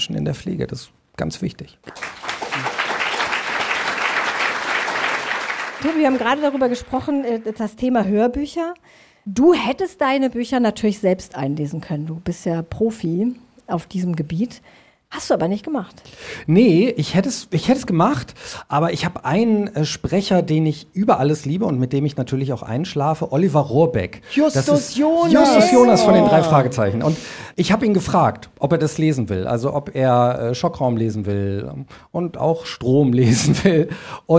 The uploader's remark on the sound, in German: die beim SWR-Podcastfestival in Mannheim aufgenommen wurde